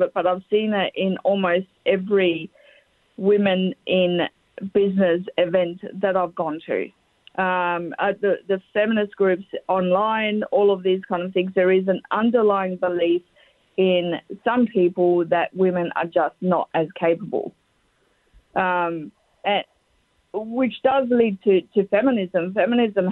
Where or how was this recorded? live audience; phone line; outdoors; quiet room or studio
phone line